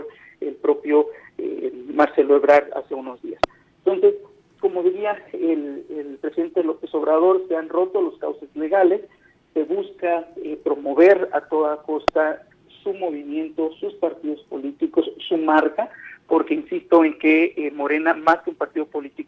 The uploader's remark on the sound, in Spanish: entrevistamos vía telefónica